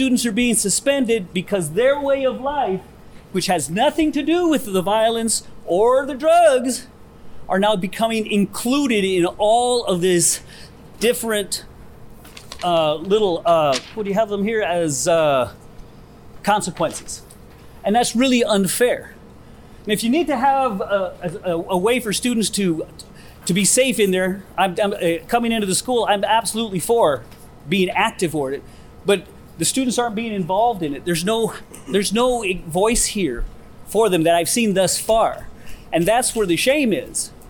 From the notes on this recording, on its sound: This is the recording of the public meeting, held at Holyoke High School, North Campus, regarding the random searches policy. Met with students, teachers, parents, and community members.